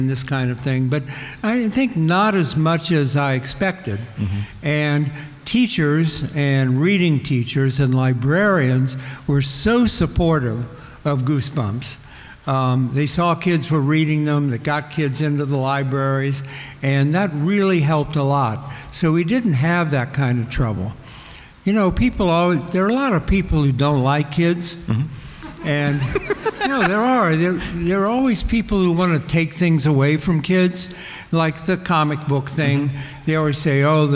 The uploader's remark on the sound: In our second live show from the Brown County Library Pop-Con. In this wide-ranging interview in front of a massive live audience.